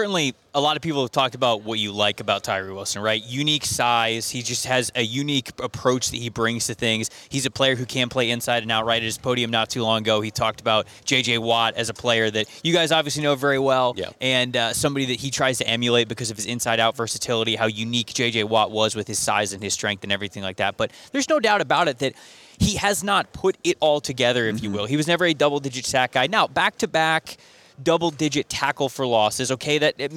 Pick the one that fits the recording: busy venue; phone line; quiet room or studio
busy venue